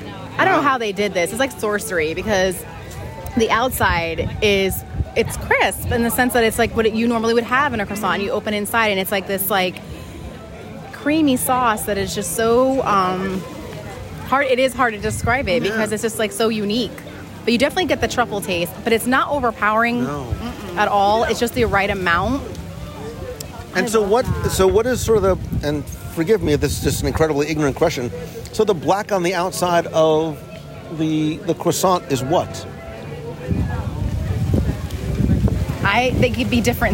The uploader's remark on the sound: Join us in Epcot as we wander the promenade and sample the Best of the Best from the 2021 Taste of Epcot International Festival of the Arts.